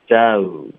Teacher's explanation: 它是一个双元音，要爆开，要撅嘴